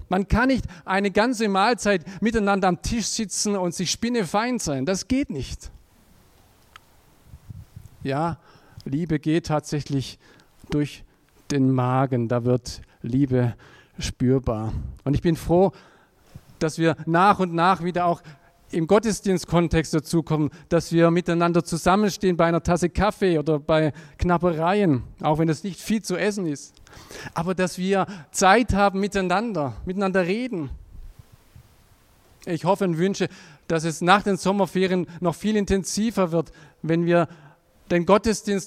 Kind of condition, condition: setting, large echoing room